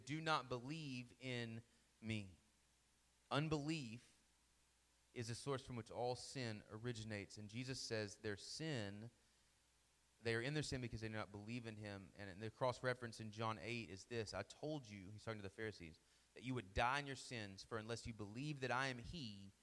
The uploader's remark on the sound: Sermon Audio from our Worship service